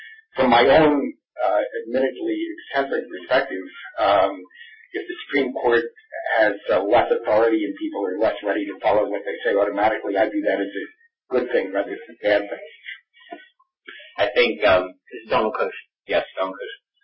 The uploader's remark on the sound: This teleconference panel discussion